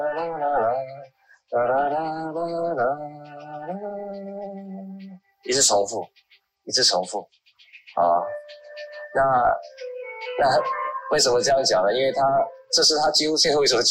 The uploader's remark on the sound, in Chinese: 本節目於2021.4.7於clubhouse上演說並現場錄音。現場錄音，原先只存檔用並無公開，音質上請多多包涵。